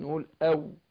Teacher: مخرج الواو من الجوف اللي هو الواو المادية، والواو الغير مادية بتخرج من الشفتين بس مع انفتاح الشفتين